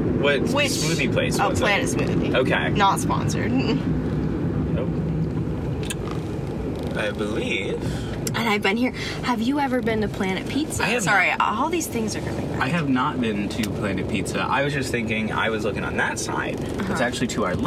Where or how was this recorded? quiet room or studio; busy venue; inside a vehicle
inside a vehicle